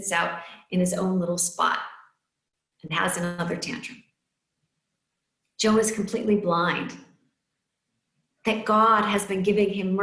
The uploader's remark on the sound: Recorded live in Zoom.us